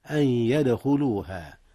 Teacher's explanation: ثم كلمة يدخلوها قلقلة في الدال